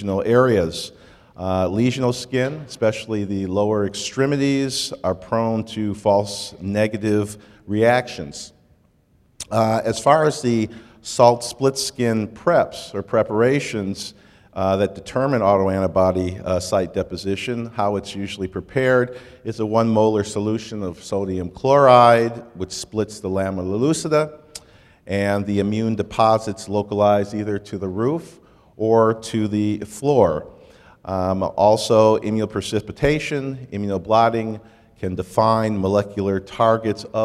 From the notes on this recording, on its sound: This was recorded at the 2011 Fall Conference in Orlando Florida